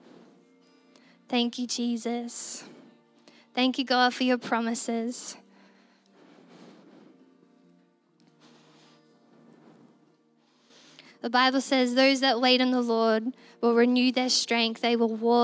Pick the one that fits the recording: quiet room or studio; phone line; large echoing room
large echoing room